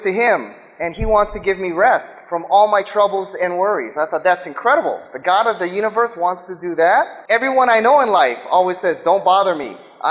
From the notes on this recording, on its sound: speaks in front of a live audience